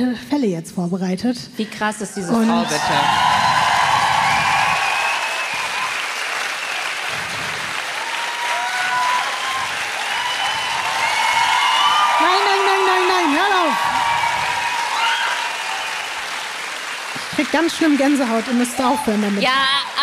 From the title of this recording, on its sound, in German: LIVE in München